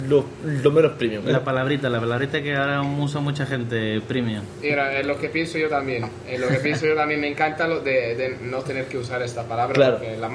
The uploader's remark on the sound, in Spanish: Grabado en la fantástica enoteca Chamberí.